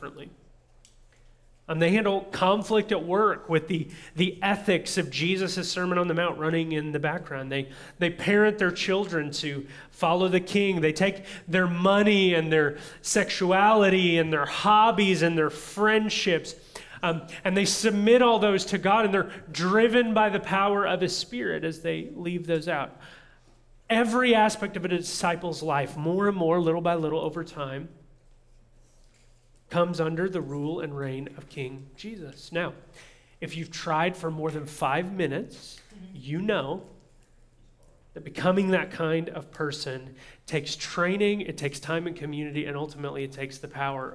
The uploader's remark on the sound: audio from New City Church in Champaign-Urbana, IL